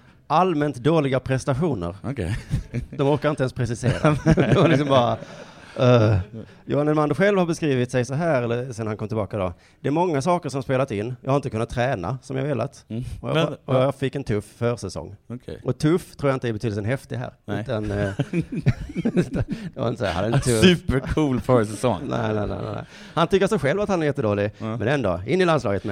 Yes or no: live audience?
yes